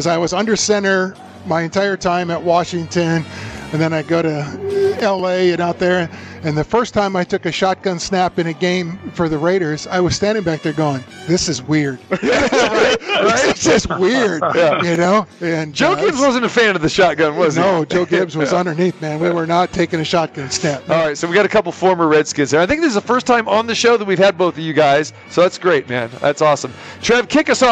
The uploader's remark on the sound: Live from the Superbook at the Westgate Las Vegas.